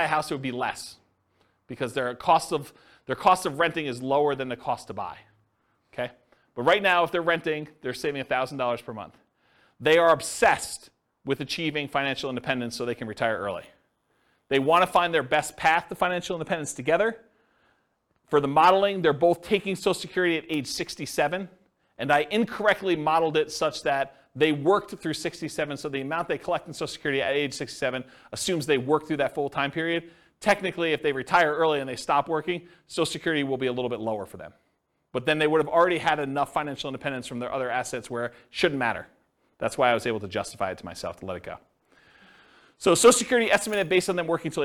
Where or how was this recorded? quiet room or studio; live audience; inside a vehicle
live audience